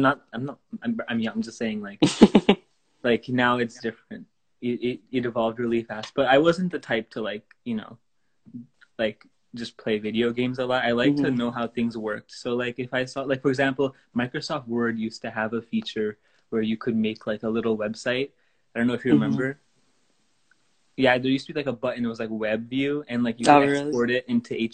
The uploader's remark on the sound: We had our first teenager talk show this week on Instagram Live!